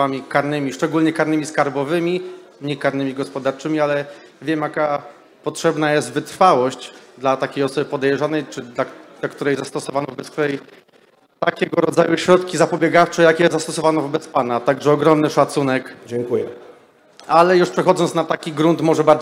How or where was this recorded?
live audience